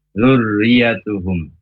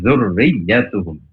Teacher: Jadi di situ ro-nya ditasdid, ianya juga ditasdid, maka ada dua tekanan · Shown in: second take · bukan hanya zurriyatuhum, tapi zurriyatuhum, ya, tekanannya dua.